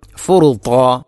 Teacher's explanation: ത്വാഇൻ്റെ മഖ്റജ് നാവിൻ്റെ അറ്റം, മേലെ മുൻപല്ലിൻ്റെ മുരട്, അതോടൊപ്പം നാവിൻ്റെ മധ്യഭാഗം അണ്ണാക്കിലേക്ക് ചേർന്ന് നിൽക്കുക എന്നുള്ള ആ ഇത്തുബാഖ് എന്ന സിഫത്ത് കൃത്യമായാലേ ത്വാഇൻ്റെ മഖ്റജ് അല്ലെങ്കിൽ ആ ഉച്ചാരണം ശരിയാവുകയുള്ളൂ.